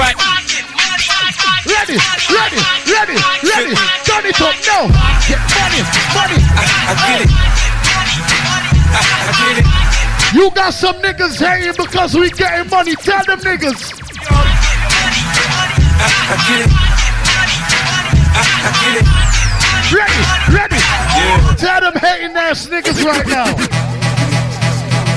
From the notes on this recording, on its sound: Live audio inside Lip sticks and things after party.